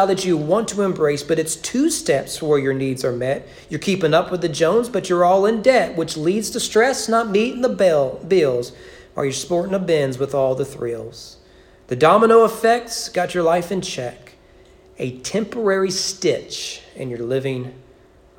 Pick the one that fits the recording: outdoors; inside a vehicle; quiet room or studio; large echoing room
large echoing room